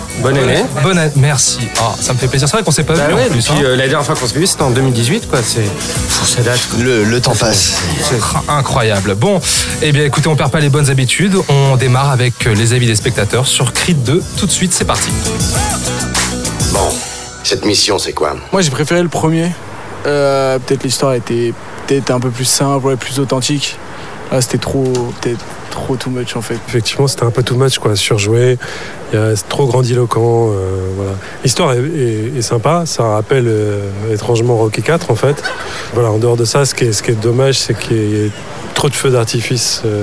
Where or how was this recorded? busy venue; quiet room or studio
busy venue